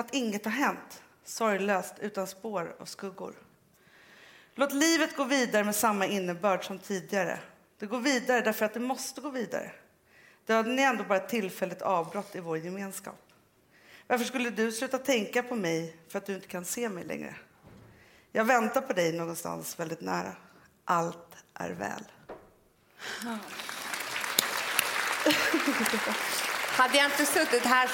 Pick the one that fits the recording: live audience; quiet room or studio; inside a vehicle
live audience